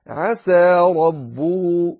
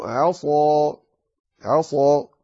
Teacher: السين والذال منفتحان والصاد والظاء مطبقتان